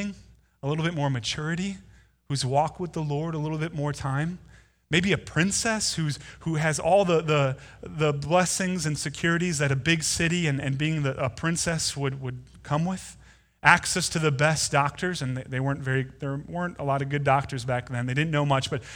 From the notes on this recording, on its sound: Delivered Sunday, November 17, 2019 at Woodridge Community Church (New Berlin, WI).